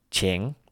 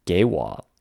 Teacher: break it up by saying 请, having that as the third tone, and then 给我 as the second tone, third tone combination